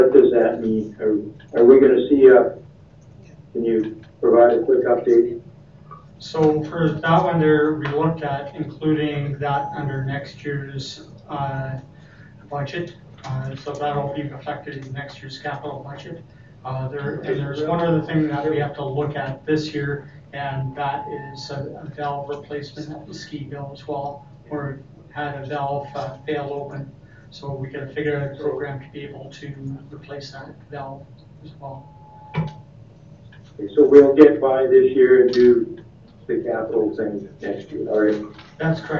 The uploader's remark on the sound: Regular Meeting of Council. Audio recording of the June 10, 2019 Regular Meeting of Peace River's Town Council.